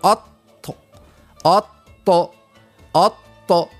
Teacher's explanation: كيف ننطق حرف الطاء، نحس اللسان الكل لصق في الحنك الأعلى، نقول أط أط أط، يعني. · Term: الإطباق